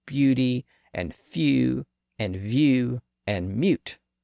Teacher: U has a little Y sound at the front. And in fact, the long U sound is actually this U sound.